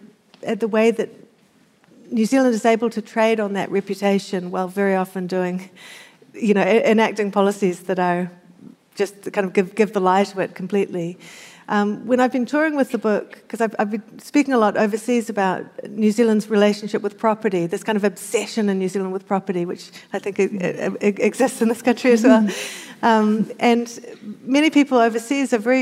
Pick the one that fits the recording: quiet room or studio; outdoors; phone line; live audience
live audience